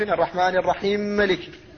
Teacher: وهو في الاصطلاح إدخال حرف في آخر، فإن قلت إدخال حرف ساكن في متحرك فهذا هو الإدغام الصغير، وإن قلت إدخال حرف في آخر شمل ذلك الإدغام الكبير لأنه إدخال متحرك في متحرك